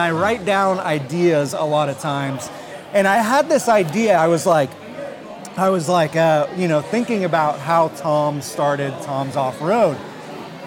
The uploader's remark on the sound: This episode of the Broncast was recorded during the 2023 Gala event at their new amazing sales showroom and 70,000 square foot parts warehouse in Medford, Oregon.